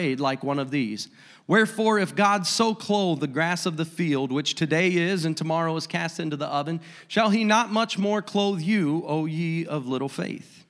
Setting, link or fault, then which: setting, large echoing room